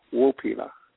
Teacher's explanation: The accent is in the first syllable.